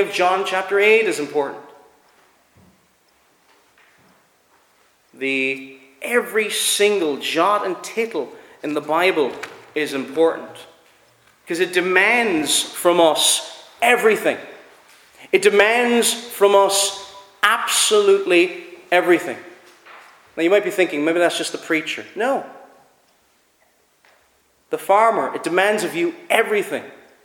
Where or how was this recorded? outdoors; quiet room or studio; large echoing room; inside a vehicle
large echoing room